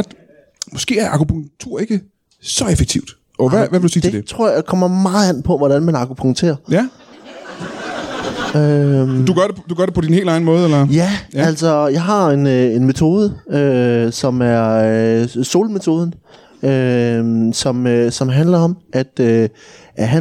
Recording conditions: live audience